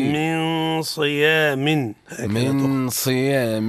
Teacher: أي النون عند الصاد حكمها الإخفاء بغنة